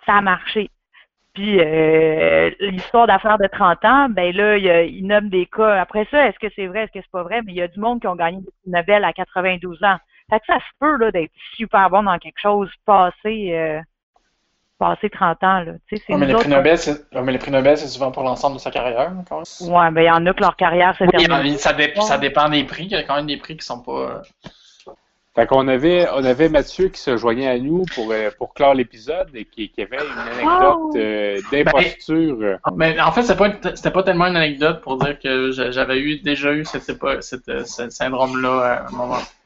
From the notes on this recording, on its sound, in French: Enregistré sur appel vocal Facebook